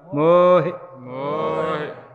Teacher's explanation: ਆ ਜਦੋਂ ਹਾਏ ਨੂੰ ਸਿਆਰੀ ਆ ਜਾਵੇ ਨਾ, ਇਹਨੂੰ ਉਚਾਰਨ ਵਾਸਤੇ ਮੋਹੇ ਨਹੀਂ ਕਹਿਣਾ, ਫਿਰ ਹਾਏ ਨੂੰ ਨਾ ਲੱਗ ਜਾਣੀ ਹੈ, ਫਿਰ ਤਾਂ ਸਿਹਾਰੀ ਬੋਲਣ ਵਾਸਤੇ। ਸੋ ਪਹਿਲੇ ਅੱਖਰ ਦੀ ਜਿਹੜੀ ਮਾਤਰਾ ਹੁੰਦੀ ਹੈ ਉਹਨੂੰ ਲੰਮੀ ਕਰ ਦਈਦਾ, ਮੰਮੇ ਦਾ ਹੋੜਾ ਲੰਮਾ ਕਰਕੇ ਬੋਲਾਂਗੇ